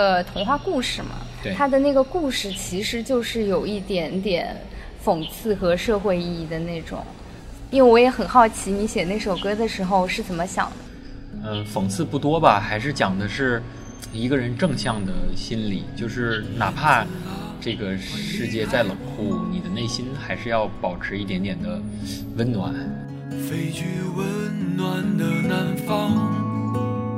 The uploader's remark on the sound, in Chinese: 这次的播客是在一见图书馆的露台录制的。我们刻意的没有抹去环境音的真实。听到那些沿街驶过的汽车，树上的鸟叫声，吹过露台的风，那些你不曾注意的声音。